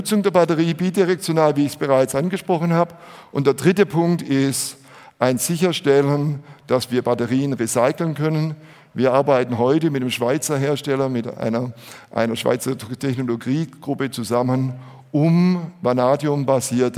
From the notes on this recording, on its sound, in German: Auf der Bühne des auto motor und sport Kongress 2019